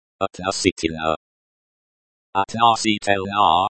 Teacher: Относительно falls on the third syllable · Term: stress